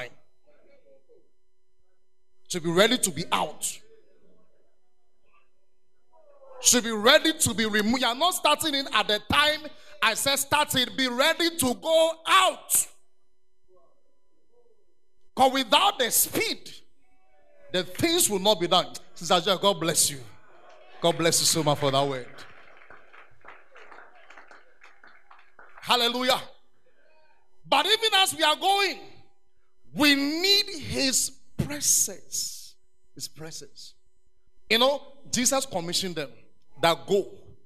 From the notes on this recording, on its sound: Preach at The Art of Evangelism Conference